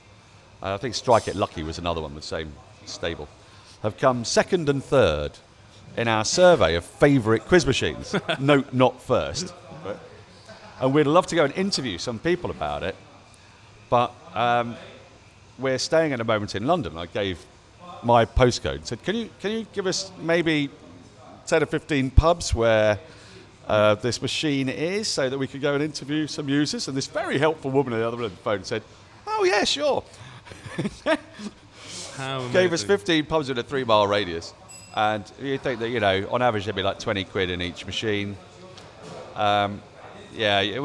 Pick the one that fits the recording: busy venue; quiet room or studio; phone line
busy venue